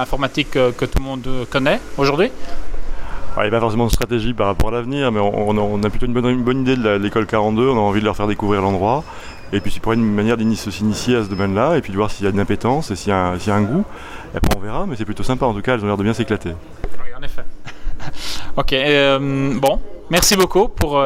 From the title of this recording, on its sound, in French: En direct de Devoxx4Kids